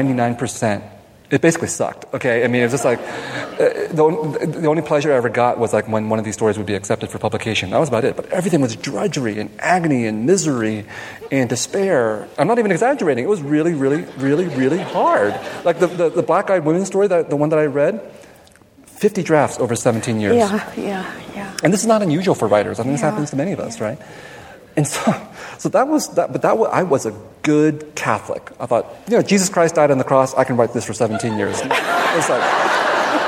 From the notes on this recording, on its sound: Recorded at the Lensic Theater in Santa Fe, New Mexico on March 29, 2017.